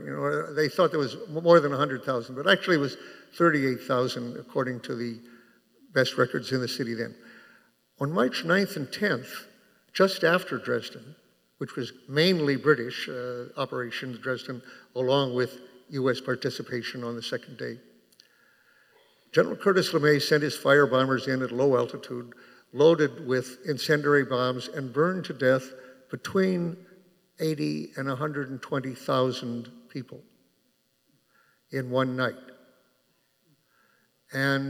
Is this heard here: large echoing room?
yes